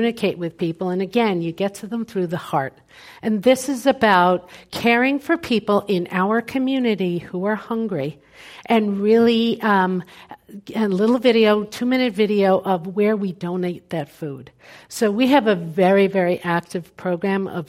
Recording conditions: live audience